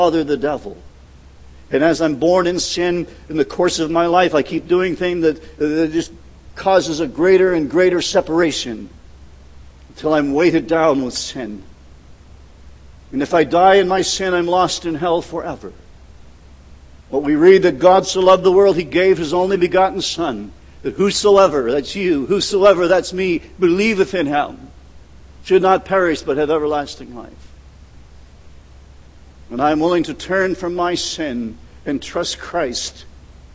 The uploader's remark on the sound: at The People’s Church of Somerville, NB on the morning of June 15, 2014